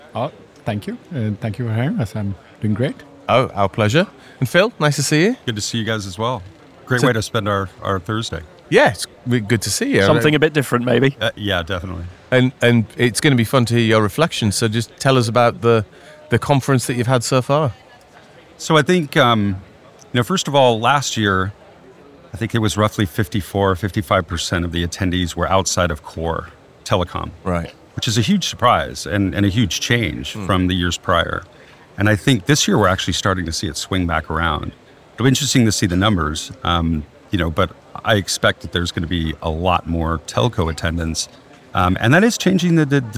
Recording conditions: busy venue